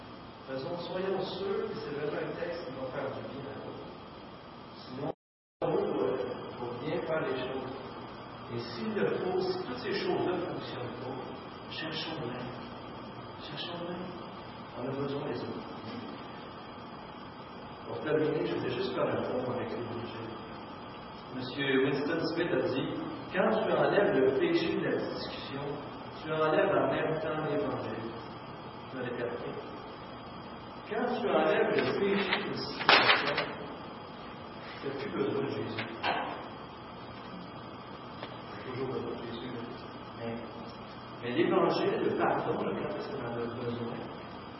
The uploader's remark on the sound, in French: Mauvaise qualité sonore